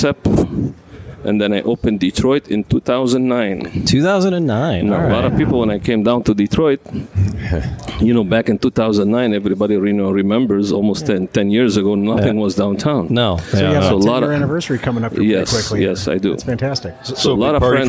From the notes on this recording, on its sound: We broadcast live at La Casa